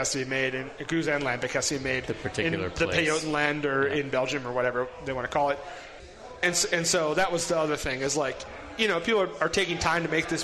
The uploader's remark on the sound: continues its live broadcast from Fort Collins